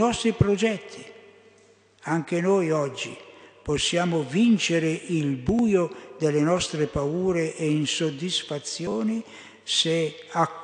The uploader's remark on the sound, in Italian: Durante la Santa Messa solenne di Natale - ore 11.15 - Vergiate.